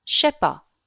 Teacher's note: Je ne sais pas becomes je sais pas in totally glided modern French.